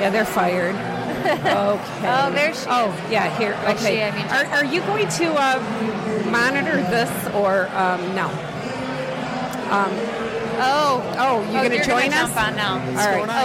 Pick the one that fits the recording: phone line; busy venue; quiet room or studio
busy venue